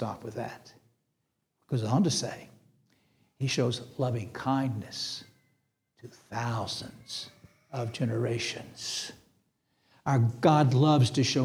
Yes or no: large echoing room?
yes